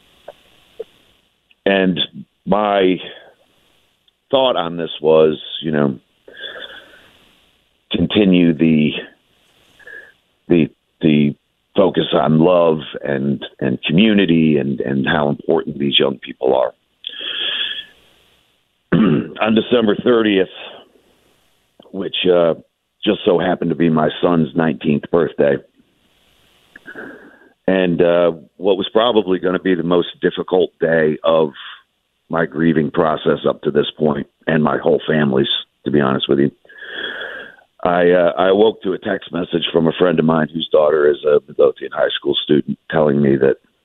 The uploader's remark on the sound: calls in to the show this Friday morning